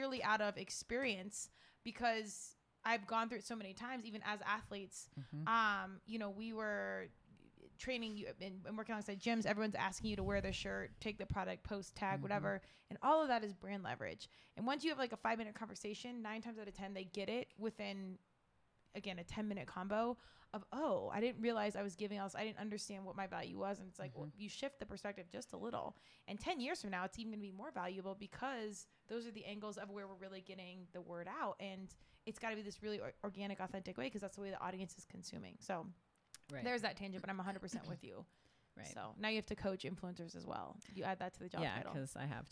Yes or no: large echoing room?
no